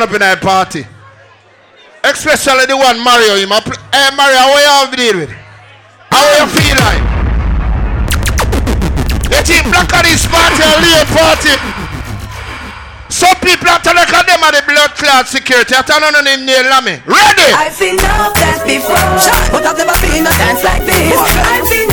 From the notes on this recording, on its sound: INFINITY UK LIVE BLACKANESS PARTY